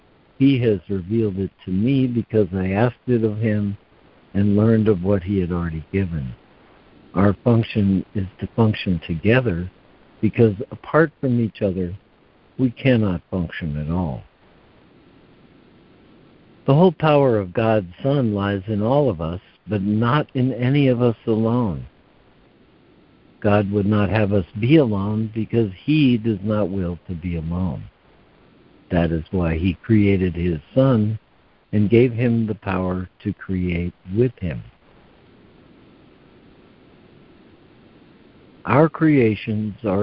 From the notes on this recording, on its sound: ACIM Daily Conference Call.